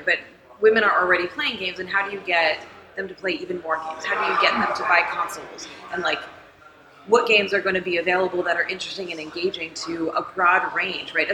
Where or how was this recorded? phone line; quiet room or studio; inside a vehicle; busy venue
busy venue